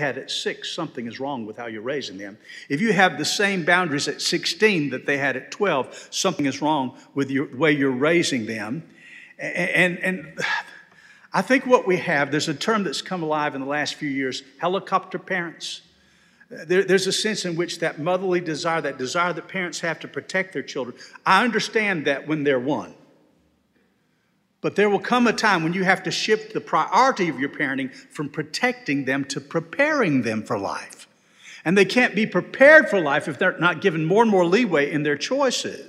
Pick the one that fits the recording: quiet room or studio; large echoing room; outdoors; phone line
large echoing room